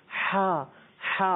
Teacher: हा इसकी अदायगी हलक के दरमियान वाले हिस्से पर हम जोर देंगे तो ये अदा हो जाएगा